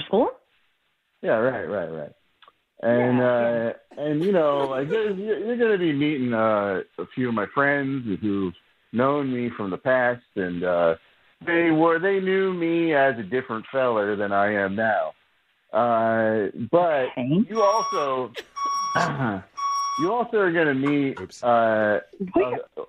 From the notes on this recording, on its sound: Awkward Tuesday Phone Call